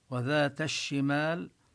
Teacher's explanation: وذات الشمال هنا اللام تدغم بالشين. لفظ شمال إجمالا لا يوجد شد على الميم على الشين، بلفظ شمال لا يوجد شد على الشين، إنما هنا لأن اللام أضغمت في الشين فوضعوا الشدة على الشين.